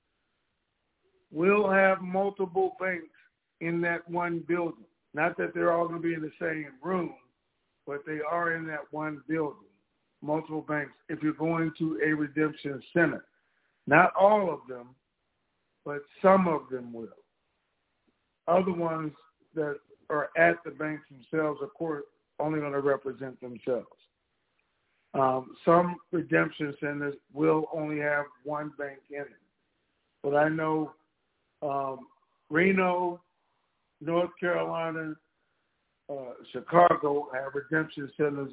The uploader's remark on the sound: TNTSuperfantastic Conference Call.